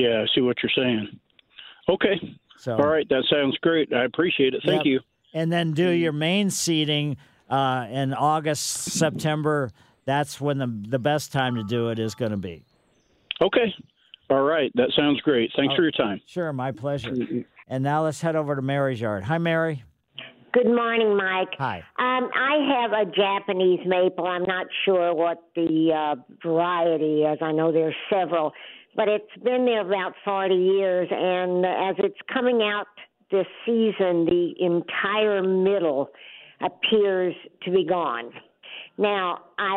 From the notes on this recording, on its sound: take all your phone calls for your gardening needs